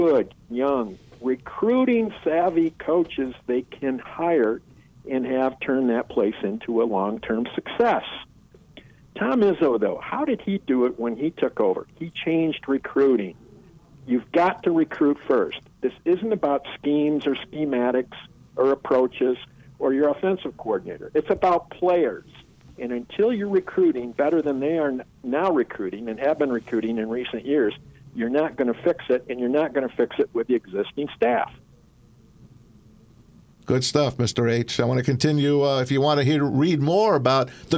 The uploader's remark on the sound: Former Detroit News sports reporter over the phone.